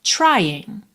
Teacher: Trying, termina no N, não pronuncia o G